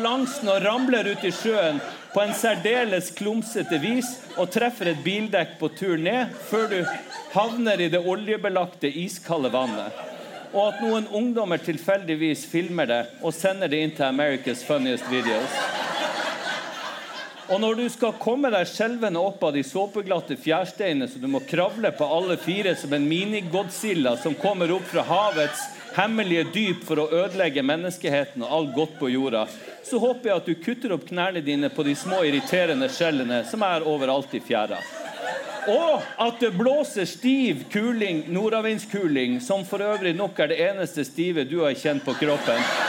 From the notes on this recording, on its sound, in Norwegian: LivePod fra Vulkan Arena i Oslo! Juni hadde vi et LiveShow i selveste hovedstaden.